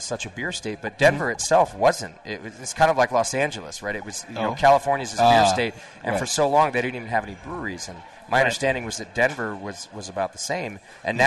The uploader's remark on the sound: live Session from The Hop Grenade in Fort Collins